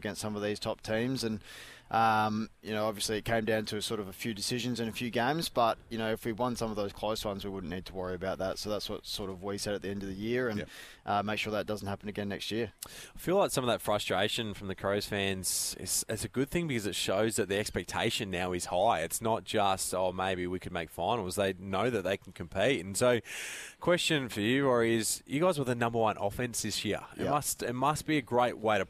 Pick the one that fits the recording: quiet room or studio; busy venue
busy venue